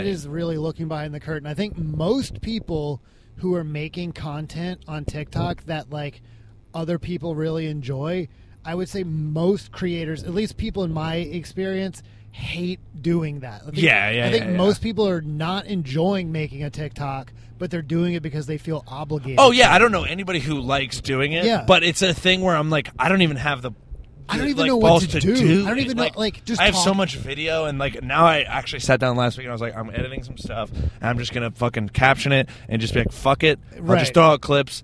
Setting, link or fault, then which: setting, inside a vehicle